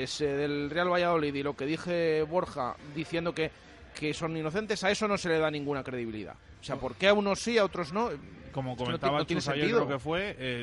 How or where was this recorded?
busy venue